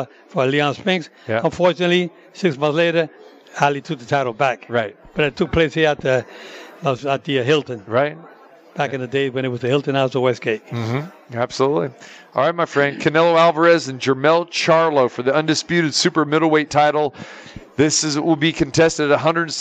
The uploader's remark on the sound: Live from the Super Book at the Westgate Las Vegas